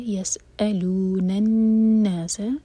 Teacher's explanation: سکون کے بعد حمزہ پر زور دیں گے، یس الون الناس نون پر غنہ، نون شدہ پر غنہ